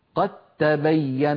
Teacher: فلا يبقى للدال أثر في النطق، ننطق تاء مشددة هكذا، قد تبين، ولا يبقى للدال أثر.